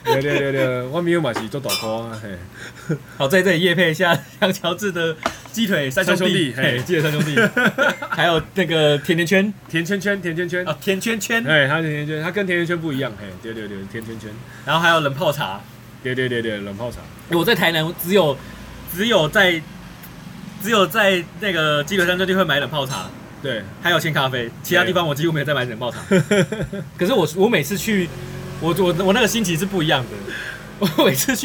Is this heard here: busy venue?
yes